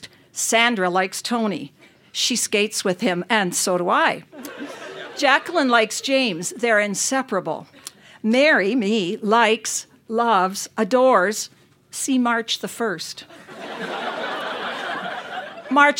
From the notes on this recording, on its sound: Recorded live at Yuk Yuk's in Calgary, AB.